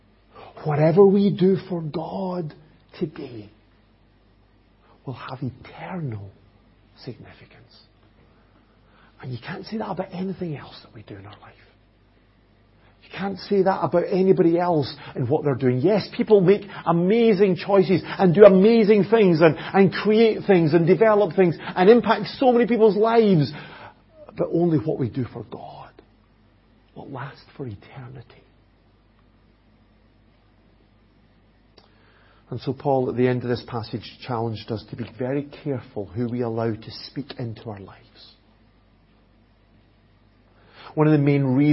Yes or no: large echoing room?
yes